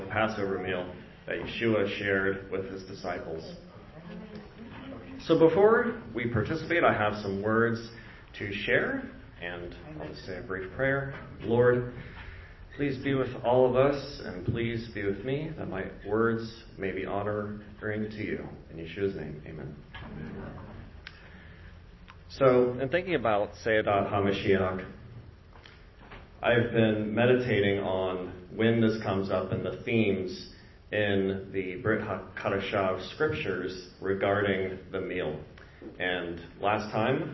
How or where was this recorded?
live audience